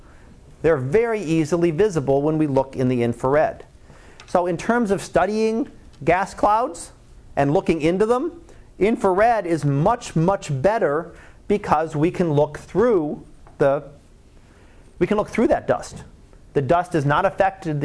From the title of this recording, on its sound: Live Class Lecture